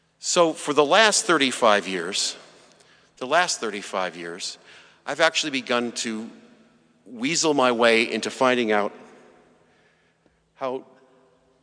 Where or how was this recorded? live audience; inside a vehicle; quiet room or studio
live audience